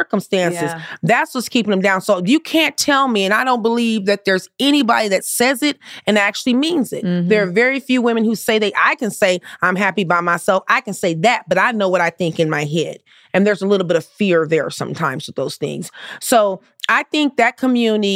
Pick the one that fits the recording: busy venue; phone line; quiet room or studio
quiet room or studio